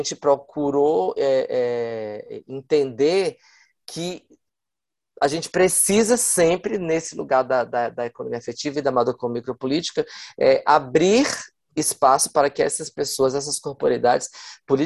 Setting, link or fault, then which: link, video call